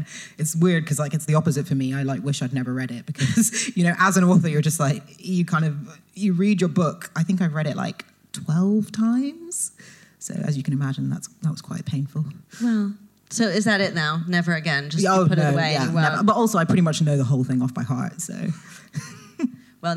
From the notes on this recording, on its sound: LIVE EPISODE. This episode of My Unlived Life was recorded live, at the Merky Books Literature Festival at the Roundhouse in London.